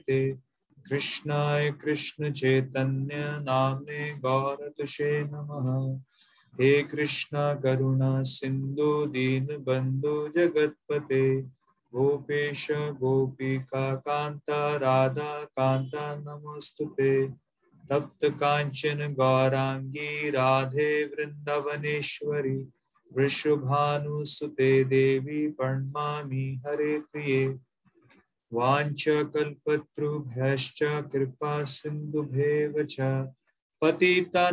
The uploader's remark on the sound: Zoom recorded class